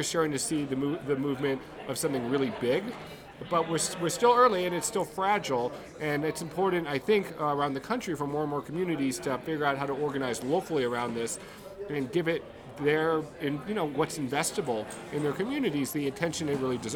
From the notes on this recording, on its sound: Speaks with presenters and special guests at the Northern Nevada Opportunity Zone Summit in Reno, NV.